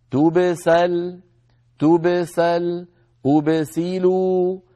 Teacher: لأن الباء ساكنة، قبلها ضمة وبعدها فتحة في المثال الأول وكسرة في المثال الثاني، تبسل أبسلوا، فيجب ألا يتأثر الحرف المقلقل الساكن لا بالضمة قبله ولا بالفتحة أو الكسرة بعده، بل يبقى ساكنا مقلقلا